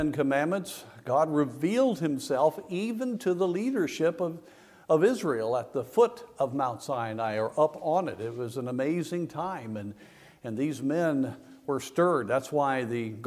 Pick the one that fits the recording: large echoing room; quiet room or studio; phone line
large echoing room